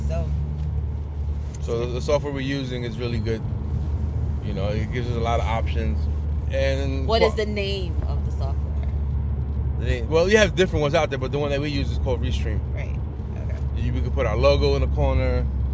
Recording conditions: inside a vehicle